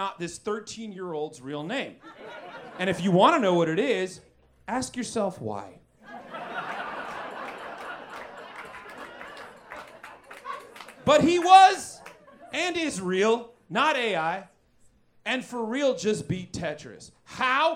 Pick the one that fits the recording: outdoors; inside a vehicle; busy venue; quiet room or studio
busy venue